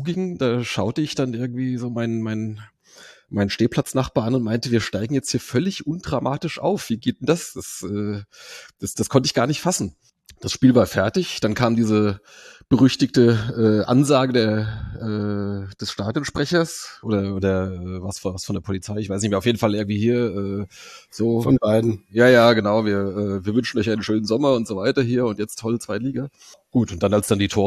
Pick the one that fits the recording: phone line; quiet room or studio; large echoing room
quiet room or studio